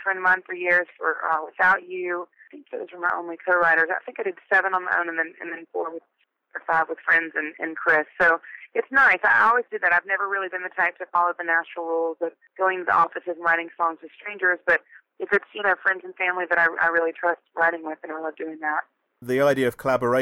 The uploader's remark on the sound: We caught up with her over the phone